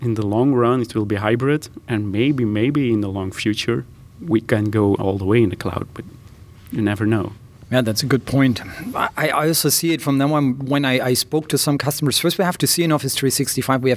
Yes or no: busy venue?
yes